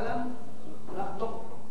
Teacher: سبب الإدغام في هذه الكلمة هو قرب مخرج القاف مع الكاف · Term: الإدغام المتقارب